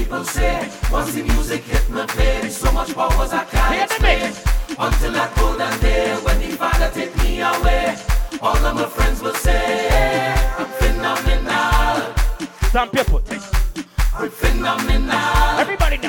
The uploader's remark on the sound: LIVE AUDIO FROM BOTTLES AND BADDIES THURSDAY NYC